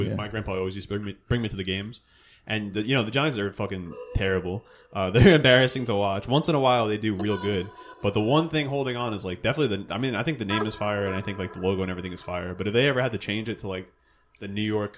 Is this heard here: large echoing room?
no